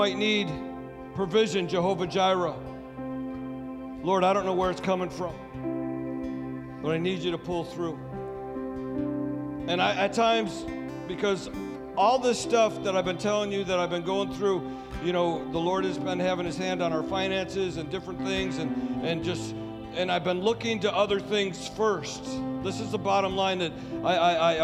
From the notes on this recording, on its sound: Sunday Service Recording